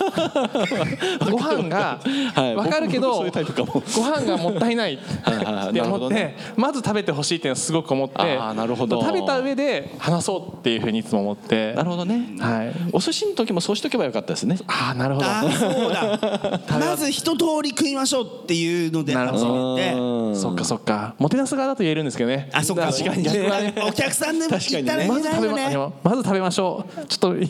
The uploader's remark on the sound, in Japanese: 東京・東銀座Another One+にて行われた公開収録。